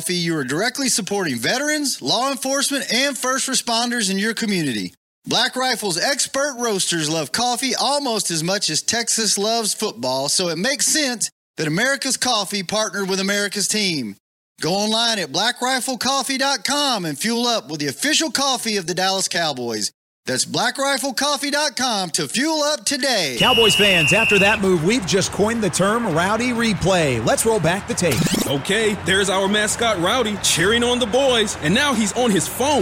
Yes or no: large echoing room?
no